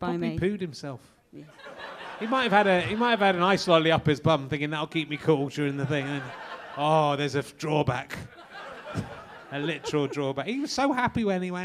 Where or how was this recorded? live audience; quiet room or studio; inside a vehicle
live audience